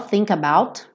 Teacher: Aqui também, think about, naturalmente você vai ligar think com about, consoante vogal, think about, não preciso nem marcar.